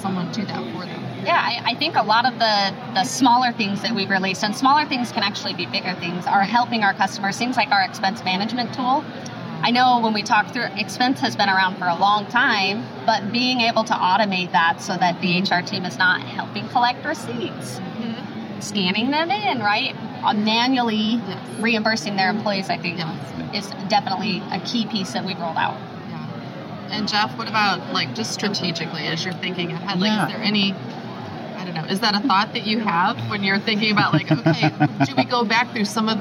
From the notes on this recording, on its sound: Live from the isolved Connect Conference in Nashville, TN.